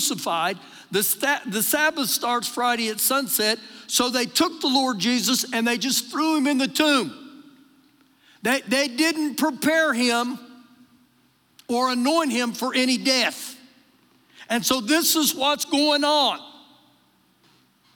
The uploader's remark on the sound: Recorded live during our Wednesday night service